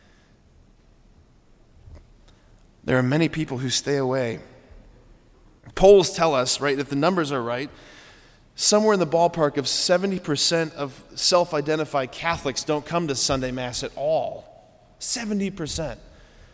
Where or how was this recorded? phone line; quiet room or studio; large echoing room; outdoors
large echoing room